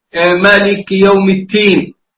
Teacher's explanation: فإبدال حرف مكان حرف، الدال تصبح تاء